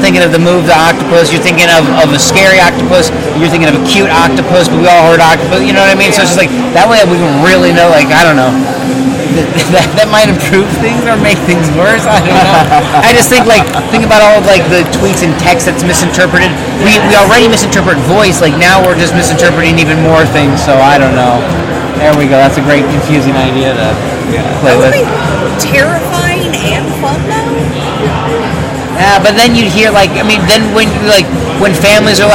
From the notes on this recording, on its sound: Bear with the background noise